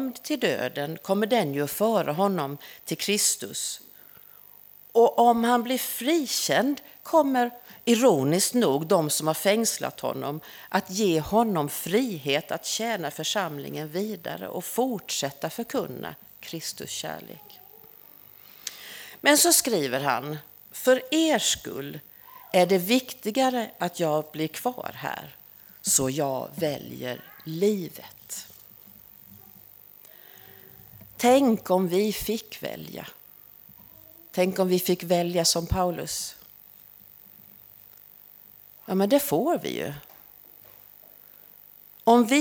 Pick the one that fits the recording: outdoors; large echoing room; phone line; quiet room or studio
large echoing room